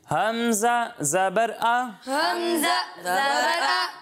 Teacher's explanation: اور حمزہ کو حلق کے نیچے والے حصے سے پڑھتے ہیں